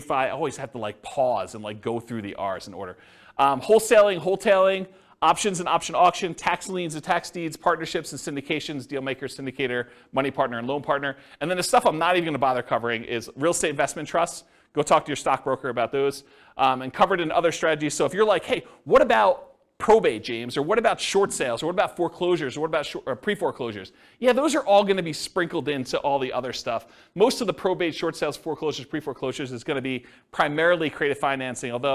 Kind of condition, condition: setting, live audience